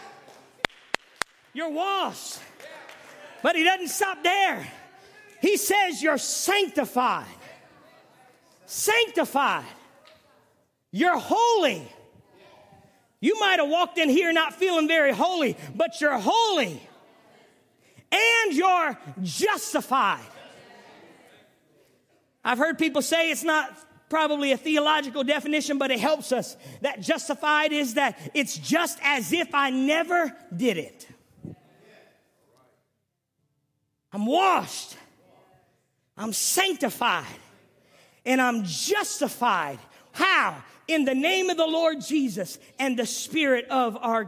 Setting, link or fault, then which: setting, large echoing room